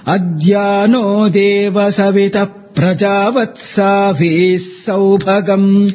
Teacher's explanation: you need not give the double stress on Sa. So, because there is no Visarga there.